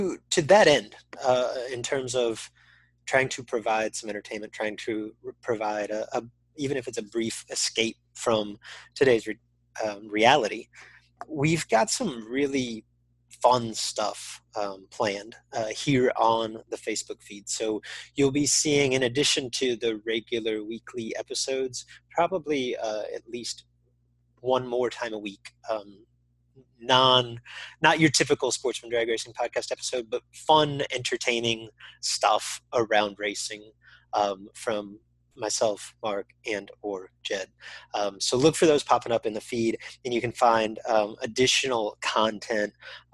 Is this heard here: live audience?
no